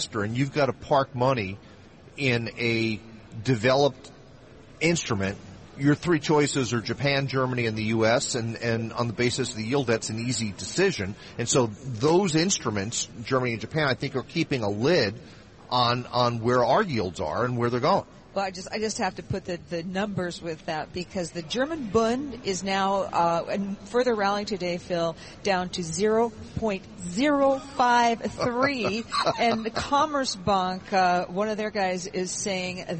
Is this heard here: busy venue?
yes